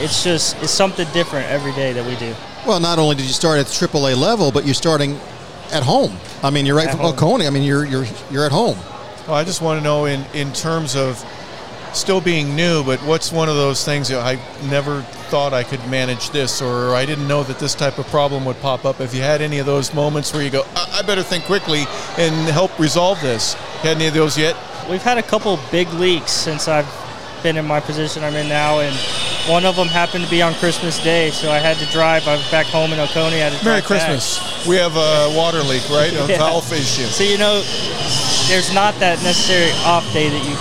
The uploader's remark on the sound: Live Broadcast from Gwinnett Stripers Game at Coolray Field. Was on site at Coolray Field in Lawrenceville, GA, home of the Gwinnett Stripers, the Triple-A affiliate of the Atlanta Braves.